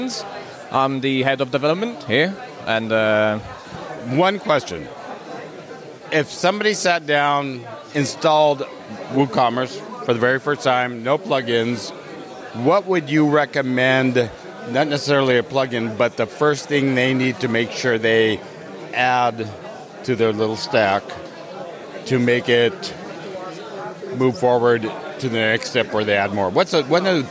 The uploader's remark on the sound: Random Q&A with Attendees at WordCamp Europe 2023